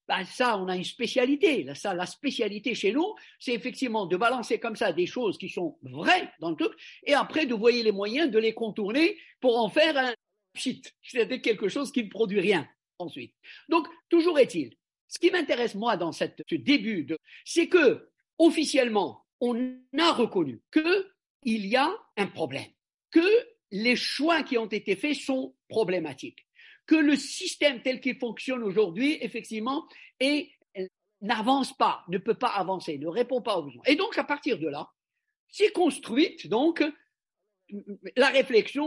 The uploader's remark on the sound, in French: Cet épisode a été enregistré le 06 mars 2023 via zoom par le Centre d'Études Maghrébines à Tunis ( CEMAT ).